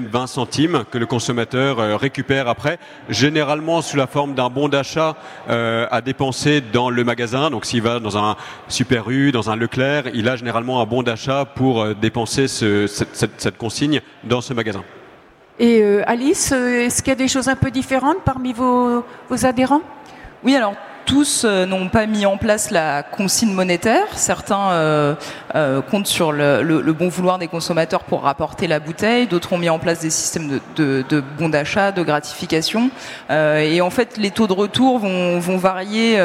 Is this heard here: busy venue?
yes